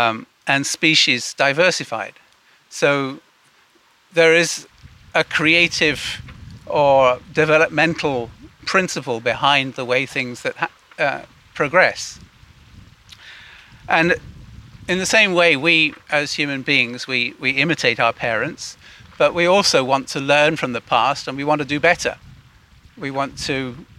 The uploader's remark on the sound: Audio from a sermon in Watford Peace Garden